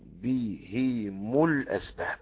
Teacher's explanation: حمزة وكساء وخلف بهم الاسباب، يضم الهاء على الاصل هم ويضم الميم تبعا لها، والباقي كحفص يكسر الهاء وضم الميم بهم الاسباب. واذا وقف على بهم كل واقف بكسر الهاء بهم.